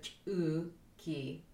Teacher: The beginning is not a ch, it's a palatal stop at this point.